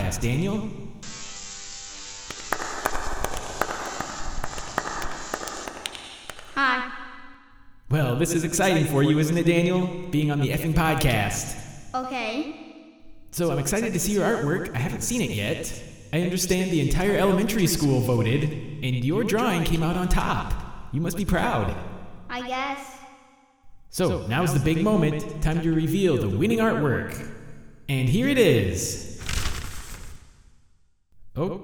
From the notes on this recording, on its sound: In front of a live audience.